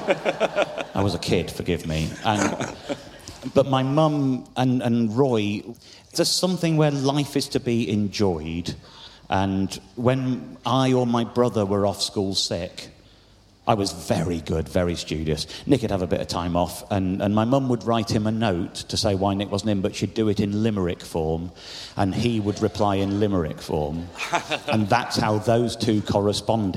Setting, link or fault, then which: setting, live audience